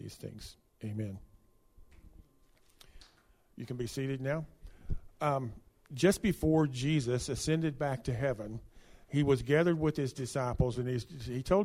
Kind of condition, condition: setting, large echoing room